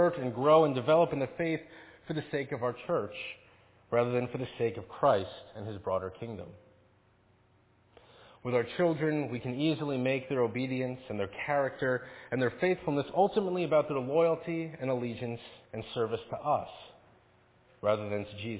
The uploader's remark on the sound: Faith Presbyterian Church – Evening Service.